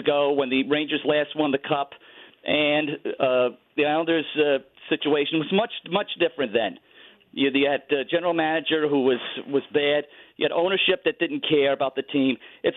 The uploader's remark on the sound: Both Rangers and Islanders fans call